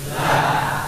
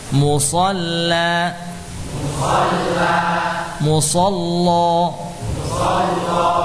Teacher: Ini namanya membaca lam dengan tebal · Shown in: second take